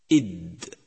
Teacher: مع حرف الدال عند نطقه فهو حرف مجهور خلافا للهمس ثانيا حرف الدال حرف شديد ينحبس الصوت عند النطق به إد ثالثا حرف الدال حرف مستفل أي لا يستعلي أقصى اللسان